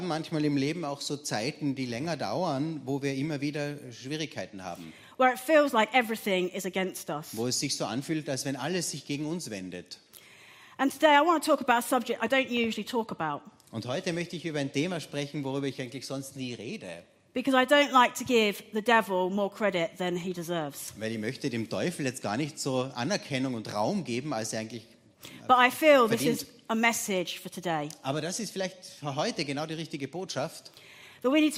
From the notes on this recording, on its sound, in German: Gottesdienst live aus der LIFE Church Wien.